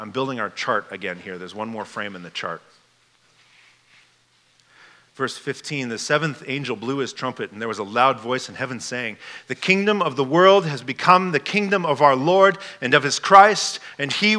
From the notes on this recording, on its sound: This message was given at Fall Conference 2022.